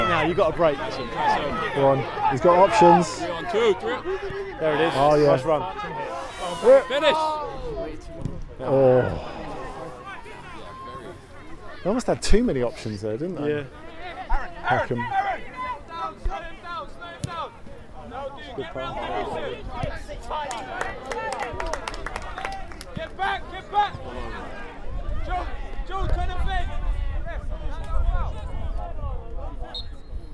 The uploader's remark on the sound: At The Match: Peckham Town 5-0 Stansfeld. With the ongoing pandemic resulting in hundreds of football games being played out in empty stadiums, finding a suitable venue for the return of At The Match has proved a bit trickier than usual. Packed the microphones onto the P4 bus and headed to Peckham Town FC!